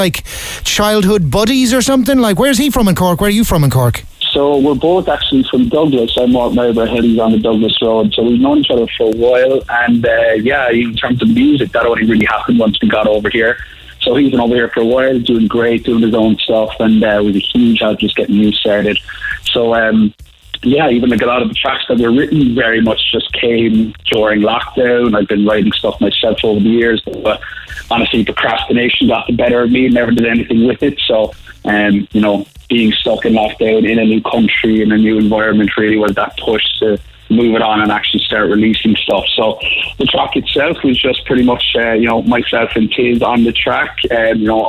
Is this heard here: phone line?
yes